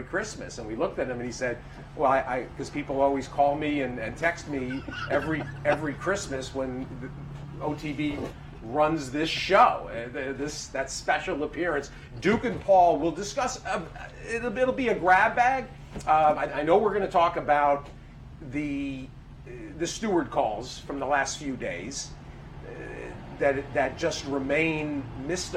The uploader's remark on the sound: live from Saratoga Race Course